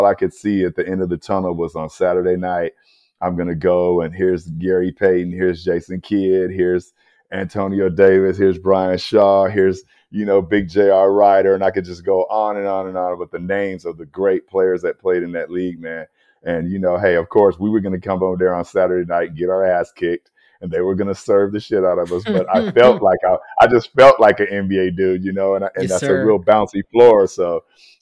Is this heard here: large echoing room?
no